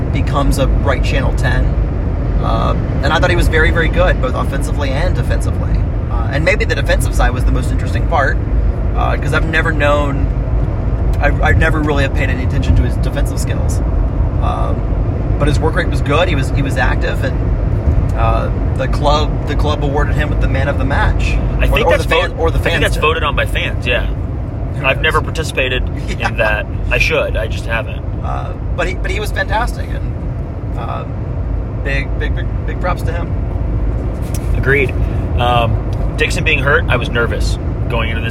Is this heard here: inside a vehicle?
yes